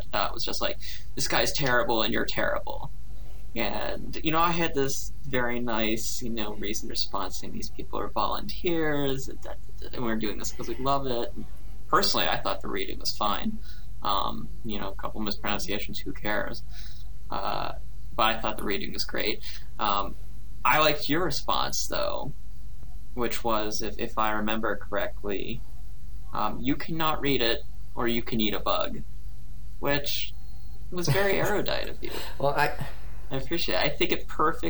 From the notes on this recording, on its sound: There is some hiss on the recording, but it's not too bad, and it'll be gone by the next time.